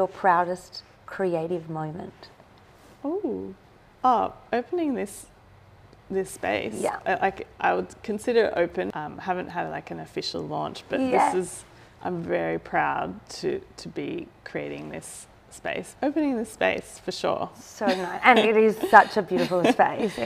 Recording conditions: sounds in the background